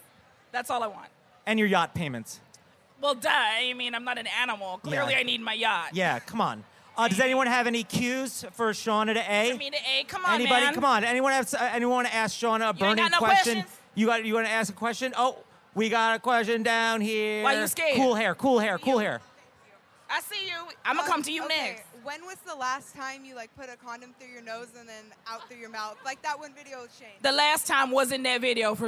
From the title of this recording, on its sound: Live at VidCon